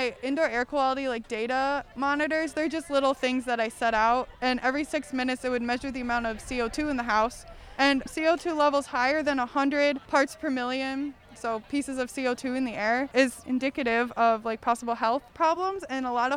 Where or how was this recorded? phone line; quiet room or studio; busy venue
busy venue